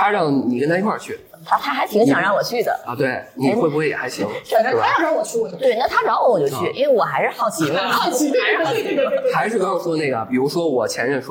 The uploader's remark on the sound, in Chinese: 本节目是上个月我们参加大内深夜谈谈播客网络，在阿那亚举办的「声量 the power of voice」活动，这是一个24小时不间断的声音对谈活动。因为录音的环境限制，会有杂音、回声、所以可能效果没有那么的理想。